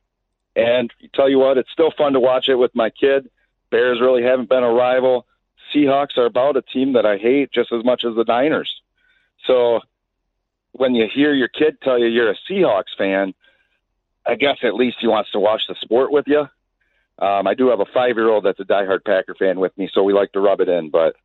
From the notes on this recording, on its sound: open up the phones to get your thoughts